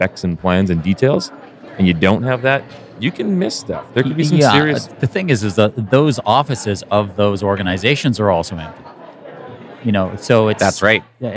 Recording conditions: busy venue